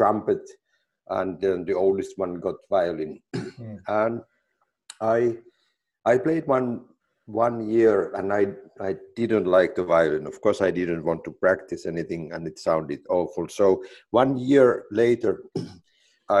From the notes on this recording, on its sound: This interview was recorded on 4th July 2020 via Zoom.